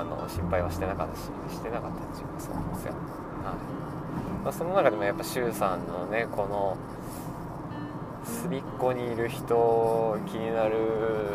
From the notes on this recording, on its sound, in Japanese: いいかねPalette→宮崎間の収録です。ザラザラ雑音が入っていてすみません。